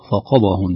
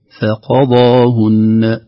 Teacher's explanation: تأثير على الحرف الفاء قبلهما، نقول فقضى فا فقضاهن، الصحيح فقضاهن تخليص الفاء برقتها من القاف بتفخيمها · Shown in: second take